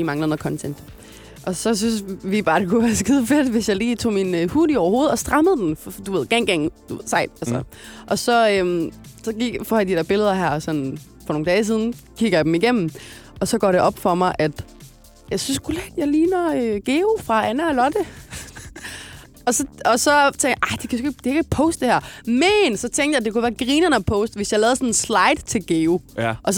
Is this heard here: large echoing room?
no